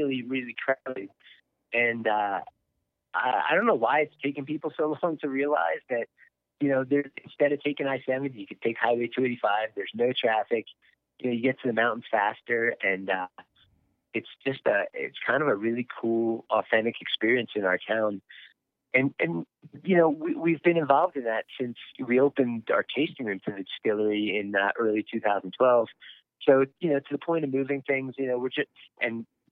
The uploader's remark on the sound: Our first ever over the phone podcast. From Buena Vista Co.